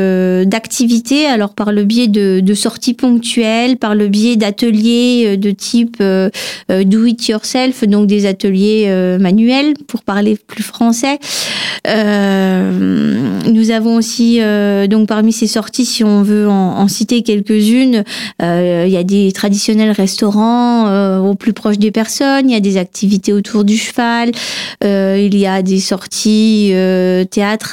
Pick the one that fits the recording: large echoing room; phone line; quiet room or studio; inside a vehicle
quiet room or studio